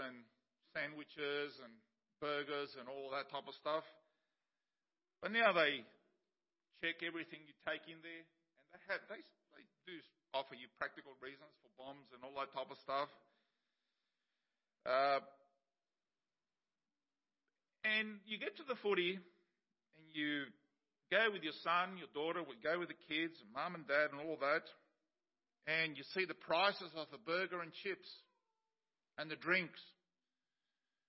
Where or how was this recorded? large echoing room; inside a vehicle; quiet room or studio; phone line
large echoing room